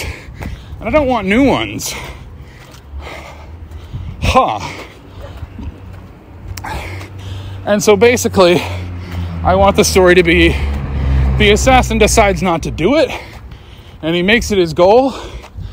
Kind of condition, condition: setting, inside a vehicle